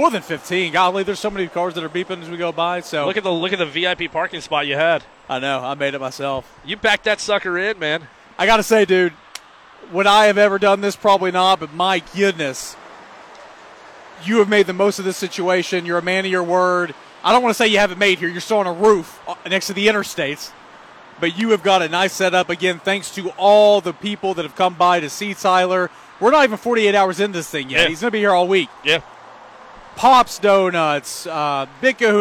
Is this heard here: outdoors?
yes